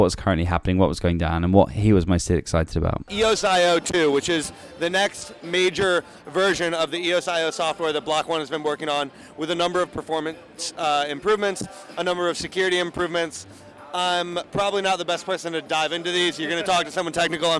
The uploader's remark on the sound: LIVE FROM THE BLOCK.ONE JUNE EVENT!